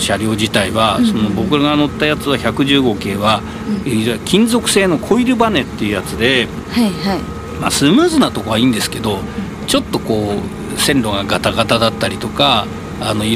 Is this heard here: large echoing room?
no